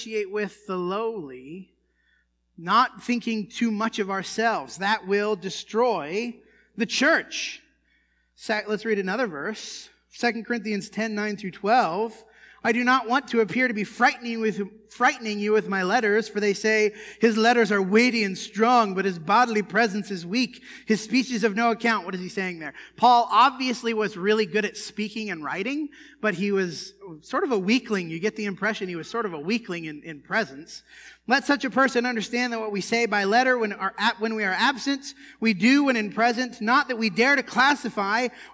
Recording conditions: large echoing room